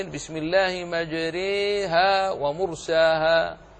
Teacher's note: الراء في الأصل هنا مفتوحة، ولكن لوقوع الألف الممالة بعدها ترقق لأنها أيضا ممالة